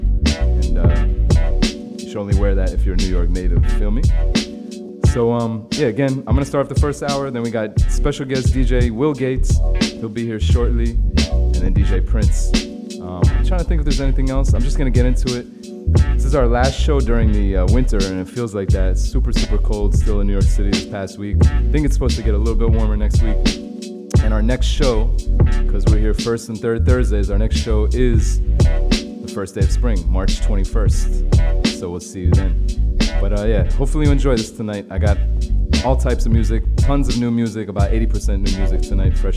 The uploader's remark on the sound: Broadcast live on March 7, 2019 from the storefront of Kinfolk 90 in Williamsburg, Brooklyn, New York City. Broadcast live on WAXX.fm.